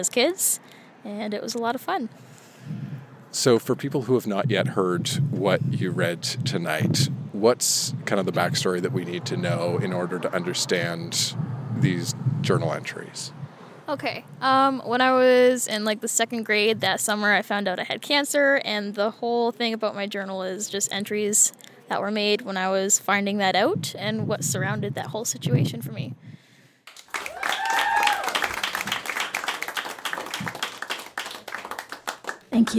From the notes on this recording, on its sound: Recorded live at Phog Lounge in Windsor, ON.